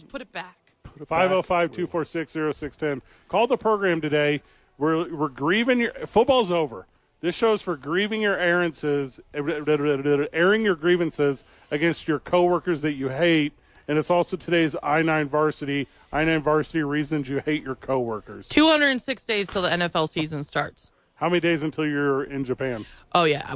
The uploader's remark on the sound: Live at The Duke Store.